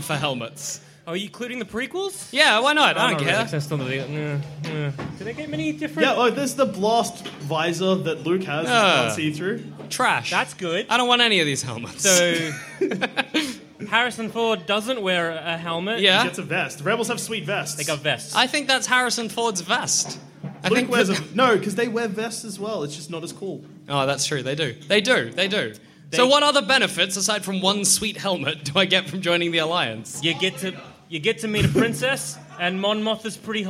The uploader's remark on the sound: In which our heroes do it all live. Live on stage.